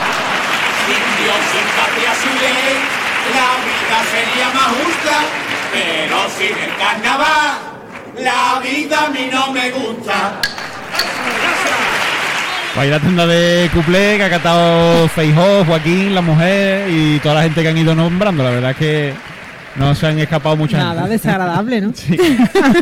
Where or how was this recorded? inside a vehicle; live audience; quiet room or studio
live audience